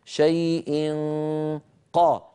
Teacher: ننتقل من مخرج الياء إلى مخرج القاف مباشرة، شيء من غير ضغط، شيء قا، لما أقول قا هنا أضغط وأتكئ على مخرج القاف.